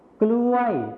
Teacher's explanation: ในภาษาไทยมาตรฐานนะครับจะใช้พยัญชนะต้นควบนั่นเอง ส่วนในภาษาถิ่นอีสานจะไม่ใช้พยัญชนะ